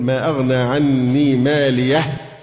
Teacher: لما تقف على الهاء لازم تعمل النفس عشان في همس · Term: الهمس